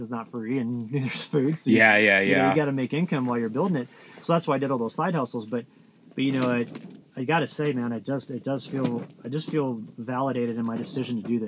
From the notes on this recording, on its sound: This was a really fun episode to record from our camp outside of Sedona.